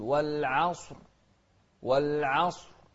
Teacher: ننتبه للصاد المفخمة والعين المرققة